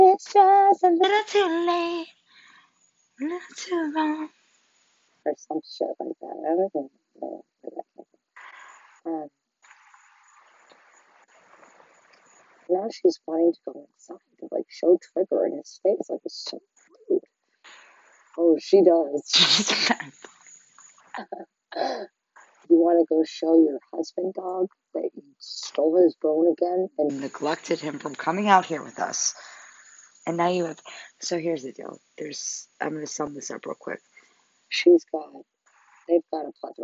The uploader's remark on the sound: Sorry for the shitty recording